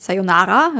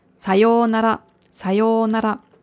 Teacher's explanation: Vorsicht bei der Aussprache, also nicht Sayonara, nicht auf dem Nara, sondern auf dem Sayo · Shown in: second take · Sayonara.